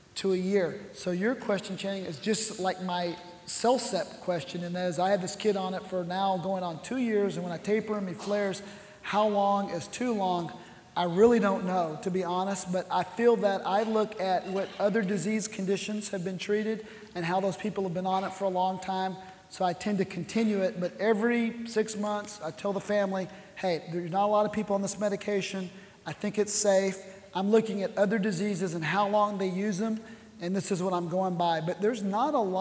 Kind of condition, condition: setting, large echoing room